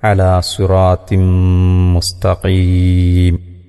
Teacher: ആ തൻവീനിന് ശേഷം മീമ് വന്നാൽ ആ തൻവീനിനെ മീമിലേക്ക് ലയിപ്പിച്ച് മണിച്ചുകൊണ്ട് ഓതണം.